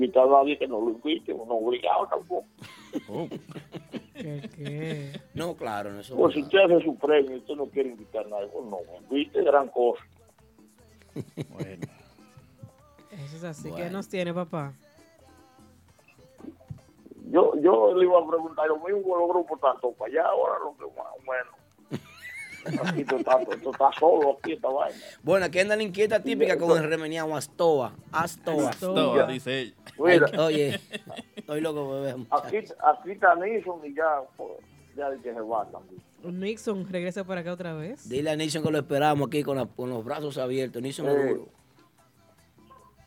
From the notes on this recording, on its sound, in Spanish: Llamada del Publico. En estudio.